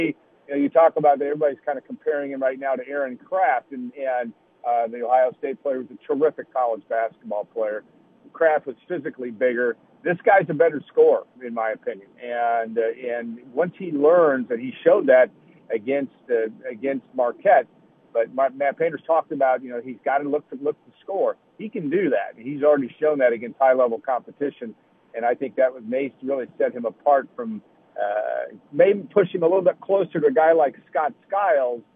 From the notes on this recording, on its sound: both call